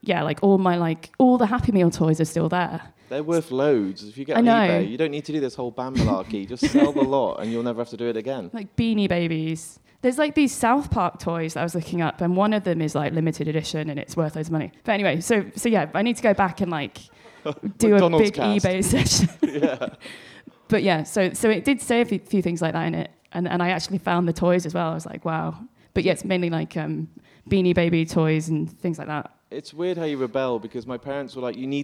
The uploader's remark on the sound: This is recorded live as part of a 2000trees Festival Special.